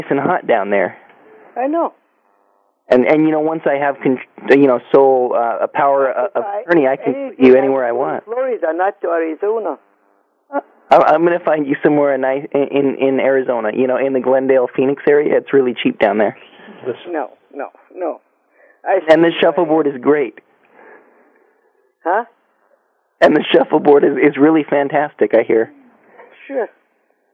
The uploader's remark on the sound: Prank Phone Calls